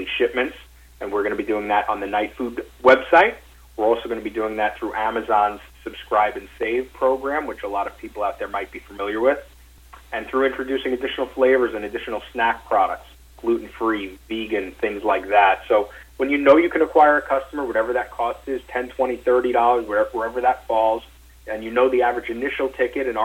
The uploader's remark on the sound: NightFood Investor Conference Call